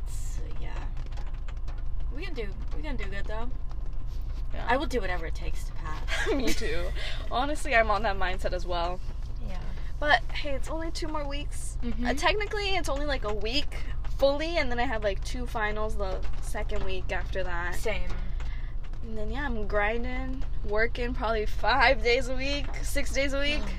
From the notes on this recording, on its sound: Excuse the rain sounds for this episode since we had to record in my car.